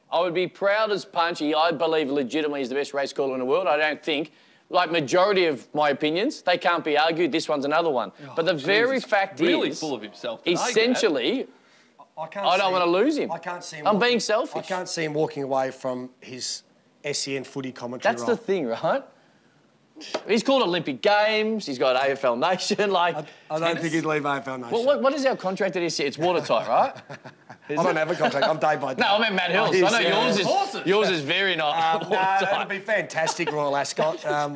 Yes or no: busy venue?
yes